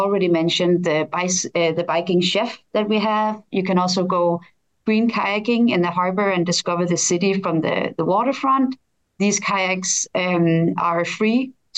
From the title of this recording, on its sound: Virtual RoadShows Panel